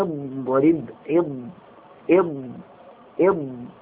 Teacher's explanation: نعم هذه صفة الاستطالة أن اضرب اضرب فزمن الضاد طويل مقارنة بغيره من الحروف